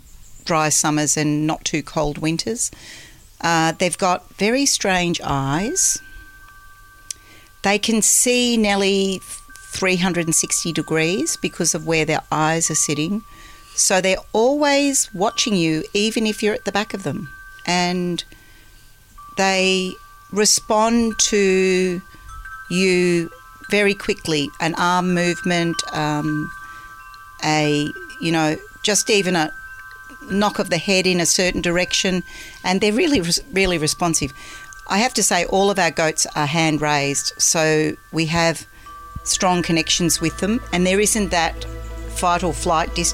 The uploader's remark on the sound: We sat on the deck at Sutton Grange Farm with their kelpie and a pot of tea